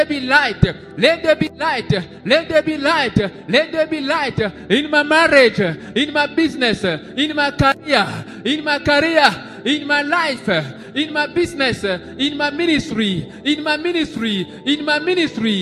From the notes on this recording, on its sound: SUNDAY LIVE SERVICE